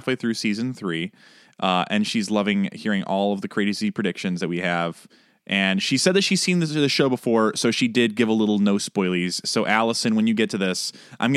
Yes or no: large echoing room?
no